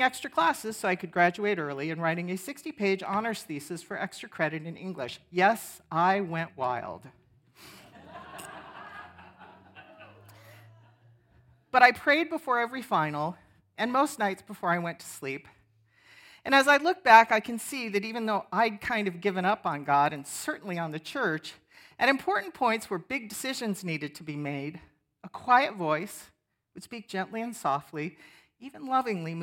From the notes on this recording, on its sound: 10am Worship. Sermon from our worship service on 10/15/23. Streamed live on video from our campus in Westlake Village, CA.